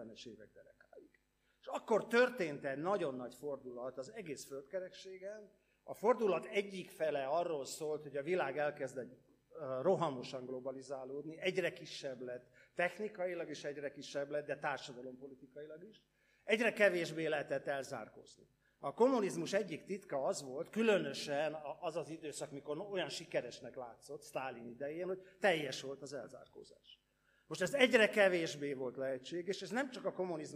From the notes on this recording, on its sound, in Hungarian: rendezvényének felvétele